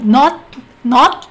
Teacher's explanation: Você pega o T, você engole ele. Você vai até o T, mas você engole o T também.